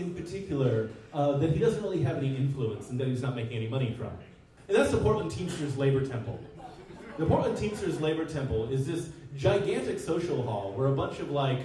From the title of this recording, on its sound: Live at the Jack London